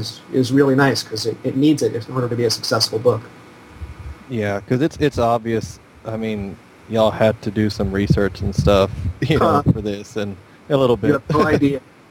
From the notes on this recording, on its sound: Air conditioning was more important than sound quality. Even though I took a stab at reducing the background noise, in the end I decided to leave it as is.